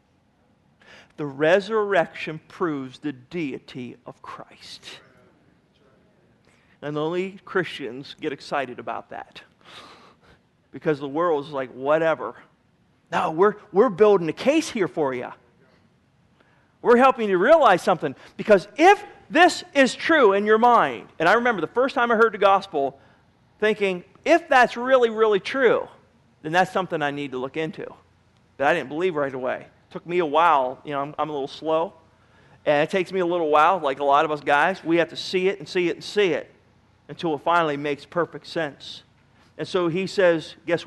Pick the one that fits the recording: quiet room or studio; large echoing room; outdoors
large echoing room